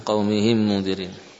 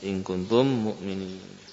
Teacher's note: Nah, bila mim sukun bertemu mim, maka terjadilah idgham. Mimnya bertasydid. Ya. Bibir tetap merapat, gunnahnya diperpanjang. Ya. Gunnahnya menjadi paling sempurna.